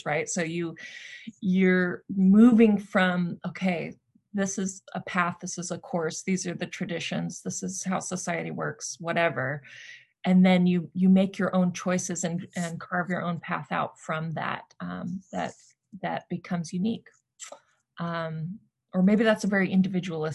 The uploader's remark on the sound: got together on Zoom